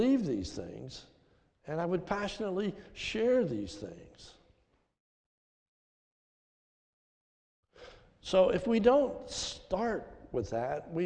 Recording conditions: large echoing room